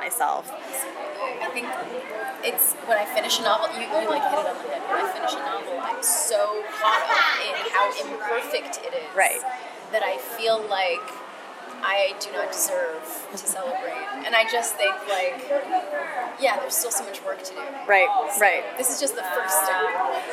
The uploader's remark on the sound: Lightning round questions with some of the fantastic authors I came across at the annual Los Angeles Times Festival of Books